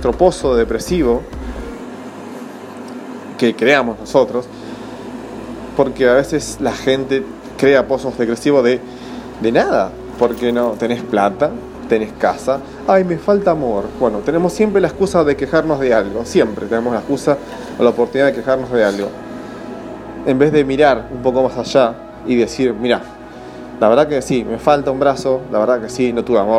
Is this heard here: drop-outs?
no